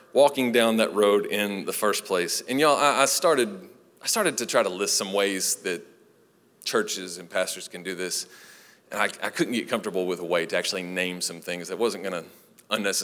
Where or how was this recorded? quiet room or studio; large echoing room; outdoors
large echoing room